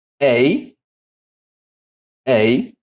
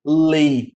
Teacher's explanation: há uma mudança na pronúncia do epsilon, que de aberto passa a se tornar fechado · Term: ditongo